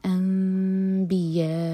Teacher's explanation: نون کا ساؤنڈ میم میں چینج ہوگا، تو ہم میم کو ہولڈ کریں گے پھر با پڑھیں گے. انبیاء، یا چار حرکہ لمبا.